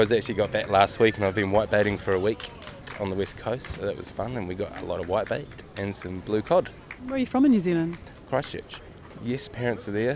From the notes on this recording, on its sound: The voices of the community speak up and let us know what's happening in the land of love this week live from the Byron Farmers Market.